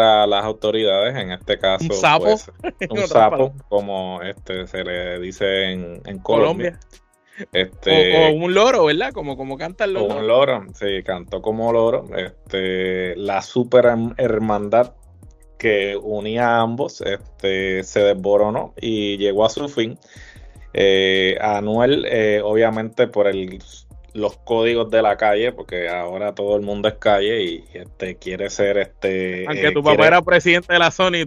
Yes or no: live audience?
no